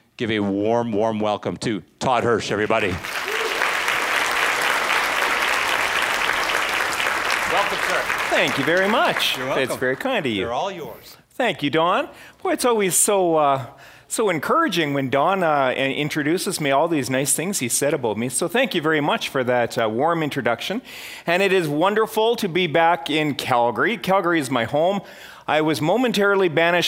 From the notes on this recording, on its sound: presentation from the 2015 REIN Commercial/Industrial Property Conference in Calgary